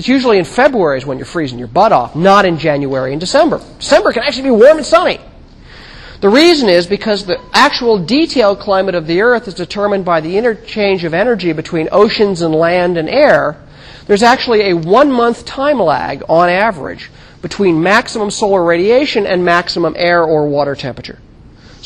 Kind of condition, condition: setting, large echoing room